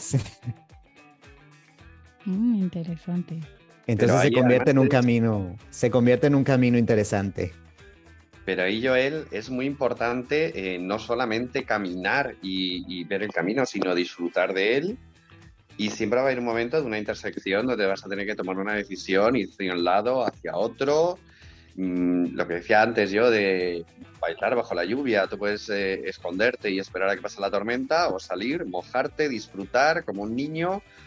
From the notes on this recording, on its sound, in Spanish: Episodio grabado en nuestra primera reunión online.